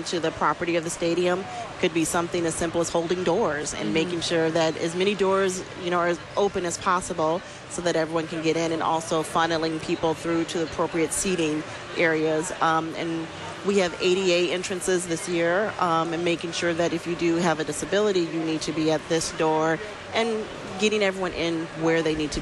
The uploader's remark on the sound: Live from the 2019 LCMS National Youth Gathering. Community Life Builder for the 2019 NYG in Minneapolis, Minnesota.